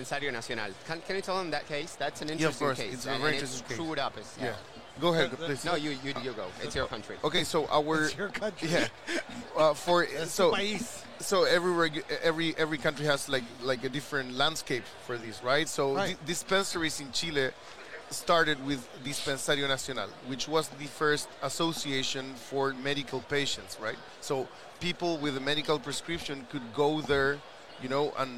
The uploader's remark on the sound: LIVE at MJ Biz Con 2022